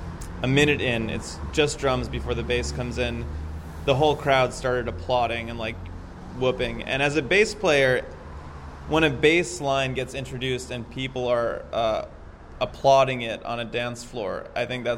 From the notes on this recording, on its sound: Backstage at the Biltmore. The Biltmore was too loud and outside was too rainy, so we ended up standing in the doorway at the top of a long set of stairs that ended at rush hour Kingsway--this is why you can hear both traffic and the echoes from the long hallway while we chat.